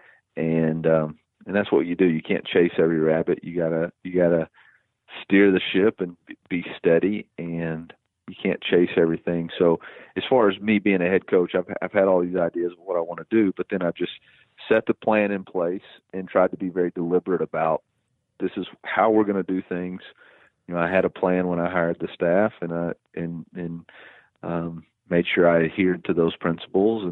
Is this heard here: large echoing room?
no